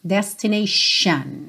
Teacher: esse T vai ter um som de X